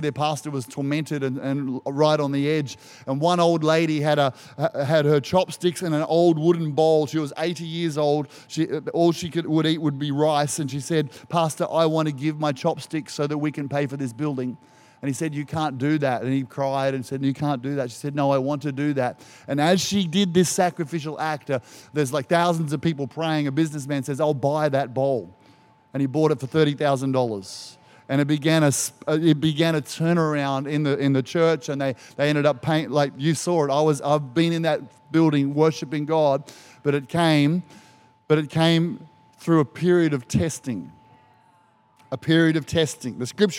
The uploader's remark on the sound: Recorded during our 9am service on Sunday, the 2nd of April 2023